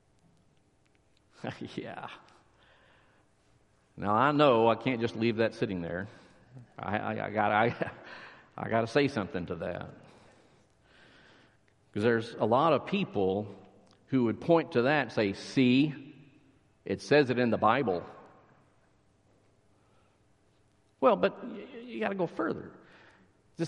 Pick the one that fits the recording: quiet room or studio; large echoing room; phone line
large echoing room